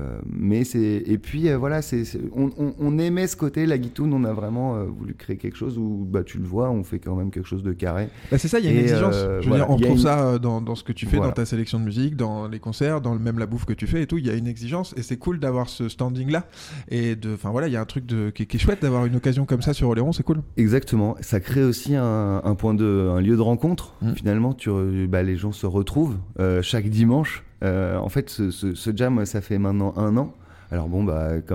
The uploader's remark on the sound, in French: Bar-restaurant "La Guitoune" à Foulerot sur l'île d'Oléron. On enregistre dans le restau, lieu historique des premières soirées Black Rackam Studio.